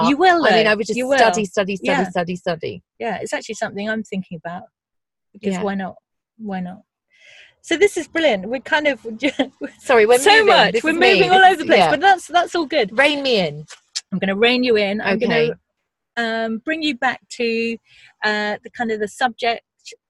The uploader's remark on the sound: We were going to record outside but the weather was challenging, so my car became the studio. Listen out for sea-gulls, torrential rain, brighton buses.